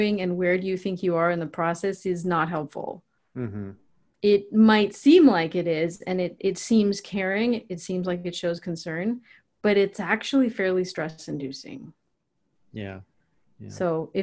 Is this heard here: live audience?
no